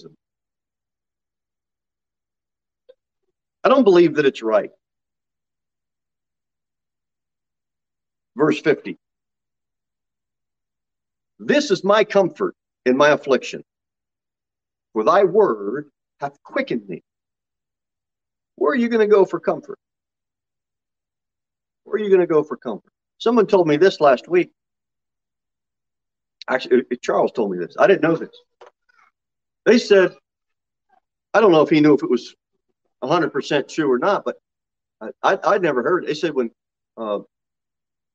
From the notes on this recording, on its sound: Sermon delivered at Pilgrim Baptist Church on Sunday, July 10, 2022 at 6:15 pm.